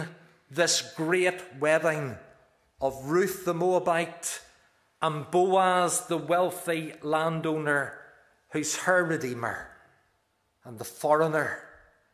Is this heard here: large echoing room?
yes